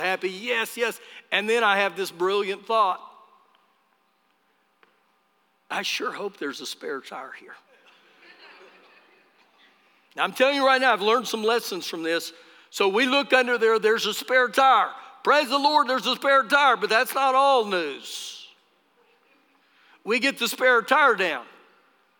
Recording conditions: live audience